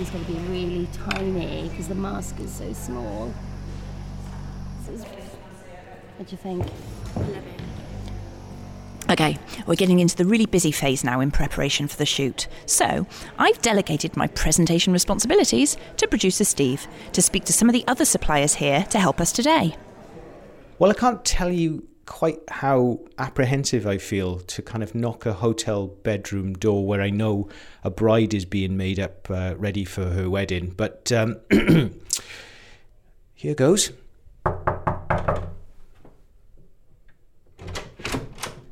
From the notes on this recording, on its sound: We're out on location